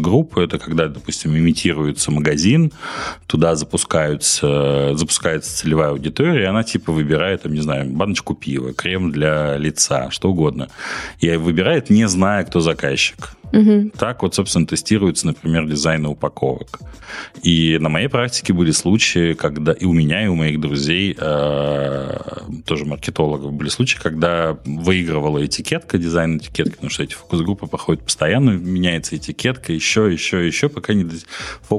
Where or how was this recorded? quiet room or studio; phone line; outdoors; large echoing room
quiet room or studio